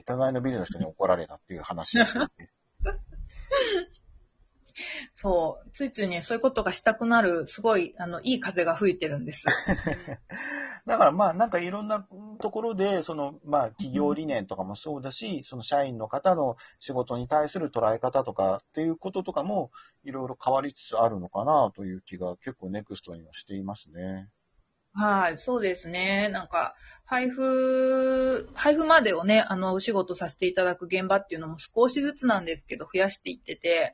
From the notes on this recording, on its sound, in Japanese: リモート収録なので本人の姿は見ていないけれど。6分49秒から数秒間、通信エラーによる無音があります。リモート収録機能により、各々の自宅からトークに参加できます。